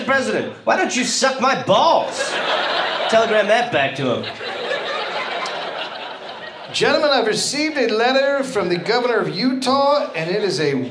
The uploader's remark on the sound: Recorded live at Wiseguys in Salt Lake City.